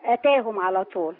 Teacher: ما ينفعش اقول اتاهم ومط الهمزة